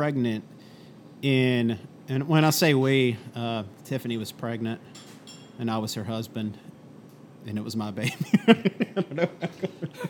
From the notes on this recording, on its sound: Thanks to 83 Custom Coffee for letting us record in your little corner. Thanks to 83 Custom Coffee for letting us record in your little corner.